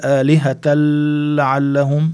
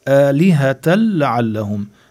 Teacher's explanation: عملنا الإدغام ولكن من غير غنة، بلا غنة · Shown in: second take · Term: إدغام ولكن بلا غنة